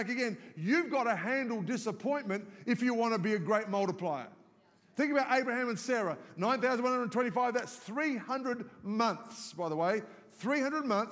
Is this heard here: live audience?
yes